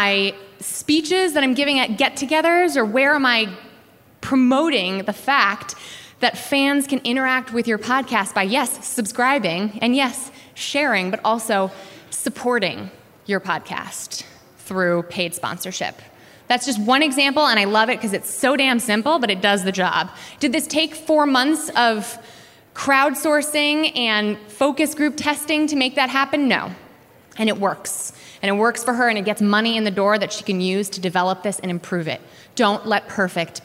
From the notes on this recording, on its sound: Werk It: The Podcast is a compilation of some of the best moments from the live event. Both the festival and the podcast are produced by WNYC Studios.